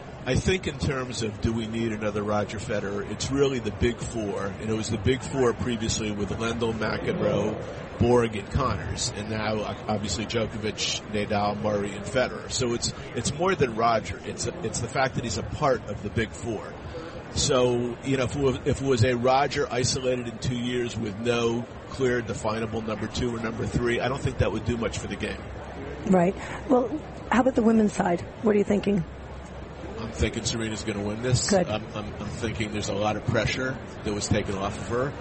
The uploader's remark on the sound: Live from the 2016 US Tennis Open in Flushing, Queens NY.